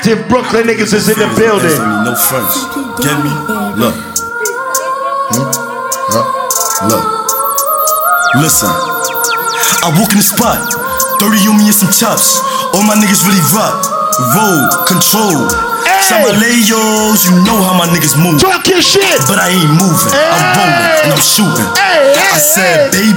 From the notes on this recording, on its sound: LIvE in VA BEACH. PHOENIX LOUNGE.